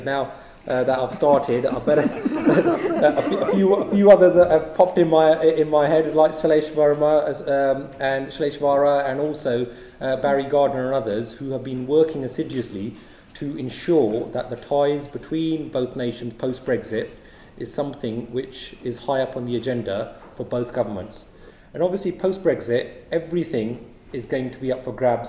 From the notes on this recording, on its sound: Lecture at British Parliament on ‘Soft Power Reparations’.